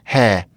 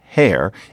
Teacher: you've got the R written, but nobody pronounces it. · Shown in: first take · Hair, well, it's ha.